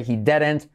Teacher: Y como E. La D como R suave.